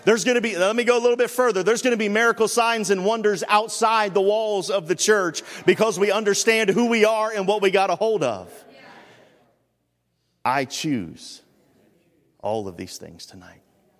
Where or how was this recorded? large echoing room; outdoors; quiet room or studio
large echoing room